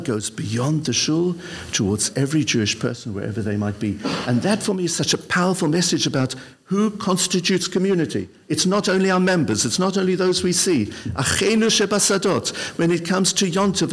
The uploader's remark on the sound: This episode of the Koren Podcast was recorded in front of a live audience! This time in London as part of the Mizrachi UK Weekend of Inspiration, one of the biggest events in the Religious Zionist calendar in Europe. LIVE at the Mizrachi UK Day of Inspiration.